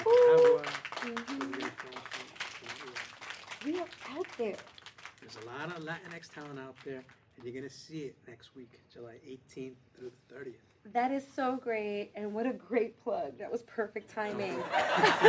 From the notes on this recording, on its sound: Live from the Regal Essex Crossing movie theatre in NYC. The Katra LatinX Film Festival returns to Regal Essex Crossing in the Lower East Side of Manhattan.